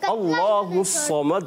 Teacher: صاد بھی پور کریں گے اور دال میں کلکلہ